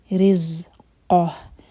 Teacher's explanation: زا پر buzzing sound